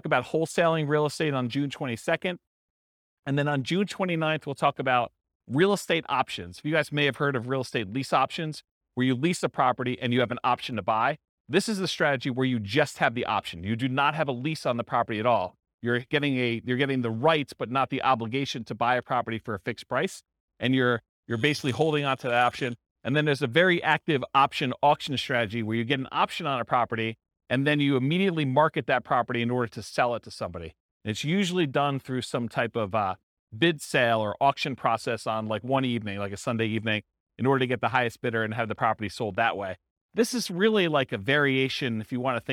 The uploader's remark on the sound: This was a live class recorded.